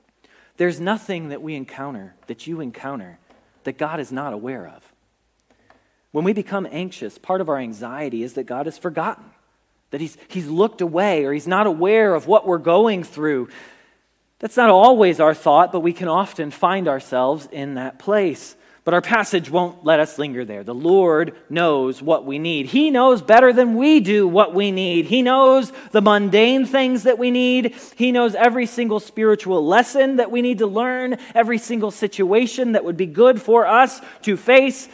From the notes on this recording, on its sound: Message Preached at Valley Creek Church.